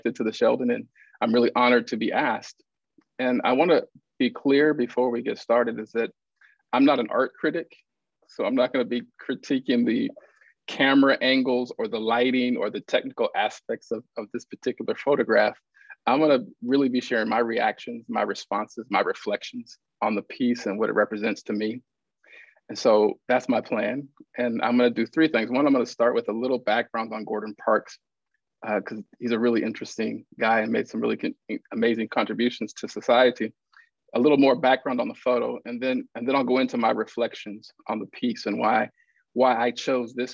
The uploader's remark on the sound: in a Zoom edition of Sheldon Museum of Art’s Look at Lunchtime series